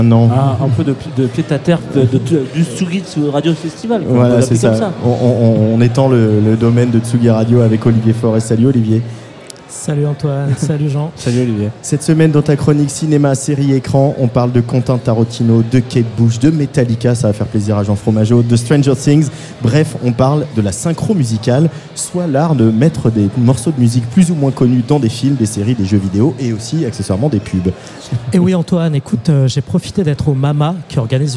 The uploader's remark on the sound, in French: l'équipe de Tsugi Radio est tranquillement installée au bar à l'étage du Trianon avec des micros